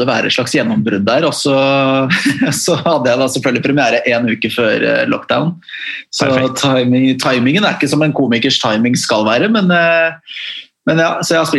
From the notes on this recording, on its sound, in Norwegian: tar seg en Zoom-prat